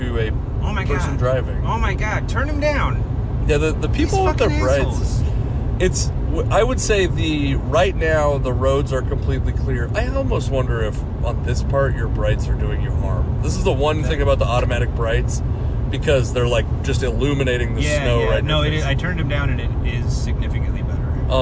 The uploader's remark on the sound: We performed in Pasco, Moses Lake, and Bigfork, Montana, and had some mishaps along the way, including nearly hitting deer on the very drive this podcast was recorded.